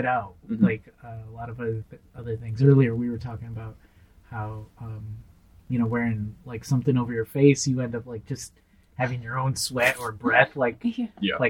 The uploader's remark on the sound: Note: this episode features a single microphone due to logistical difficulties. We apologize for the audio quality, but we will return to our usual microphones soon!